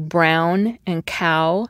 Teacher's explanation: Words like brown and cow end with two vowels run together. First you have a, as in cat, or ah, and then you have oo. So in these words, you could argue that W does indeed represent a vowel. · Term: diphthong